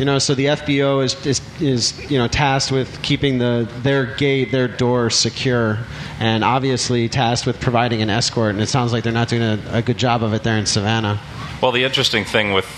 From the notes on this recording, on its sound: The audio from Podapalooza 2009 from Airventure in Oshkosh. This part contains the audio from the show that was broadcast live on EAA Radio.